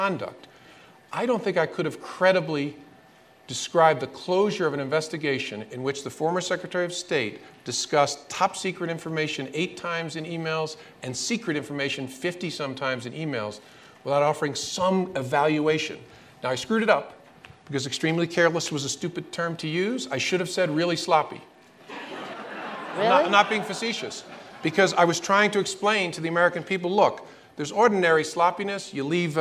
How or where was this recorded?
busy venue